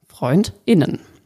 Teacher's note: Die kurze Pause nennt man Glottisschlag oder auch Knacklaut